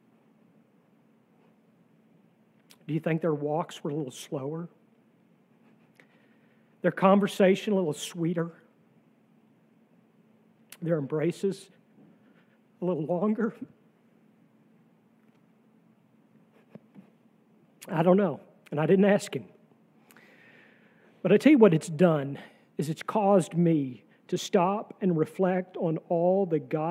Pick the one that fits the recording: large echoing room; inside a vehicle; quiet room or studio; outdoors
large echoing room